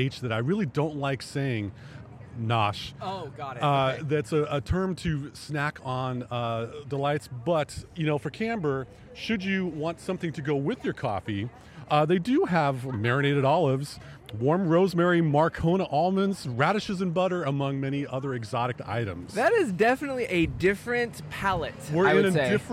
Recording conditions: outdoors